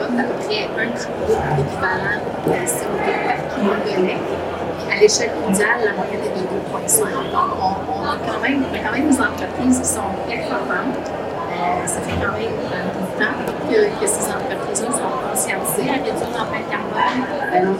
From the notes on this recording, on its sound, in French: Au Salon de l'agriculture. À noter qu’un problème technique nous empêche de diffuser l’audio original de ce panel de discussion. Nous sommes désolé pour la qualité sonore présentée ici.